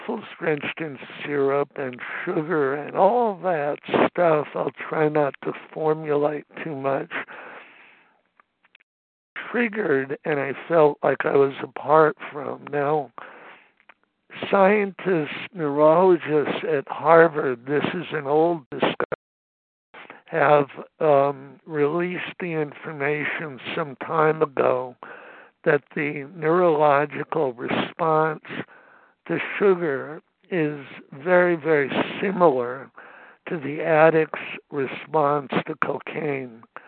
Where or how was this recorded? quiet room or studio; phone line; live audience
phone line